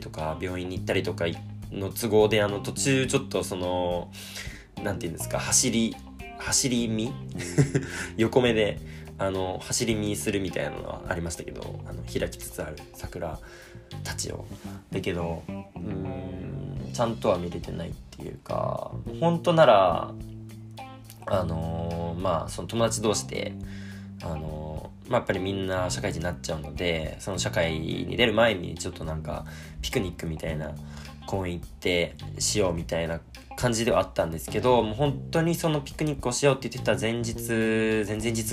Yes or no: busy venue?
no